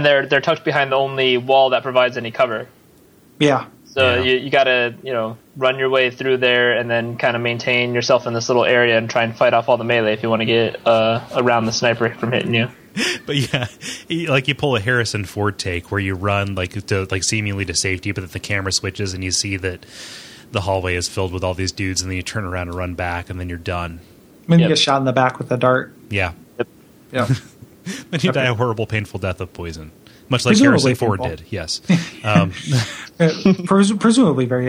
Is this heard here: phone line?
yes